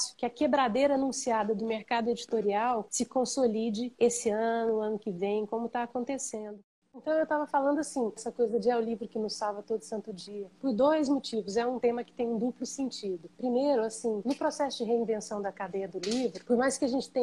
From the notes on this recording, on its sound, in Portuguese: ao vivo pelo Instagram